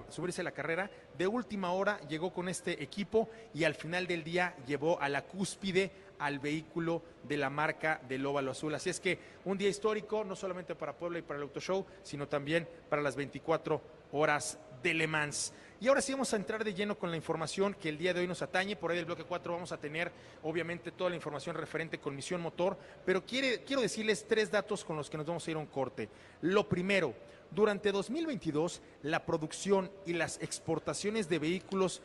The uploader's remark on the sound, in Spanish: En vivo desde el Auto Show Imagen Puebla 2023